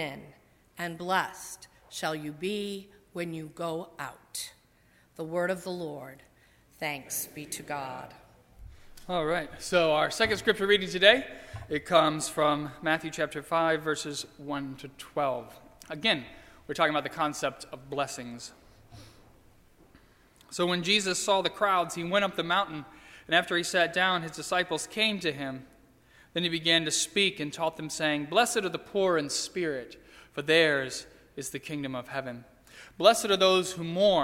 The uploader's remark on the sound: During the 9:30 AM service on Sunday January 8, 2017, at First Presbyterian Church of Arlington Heights, Illinois.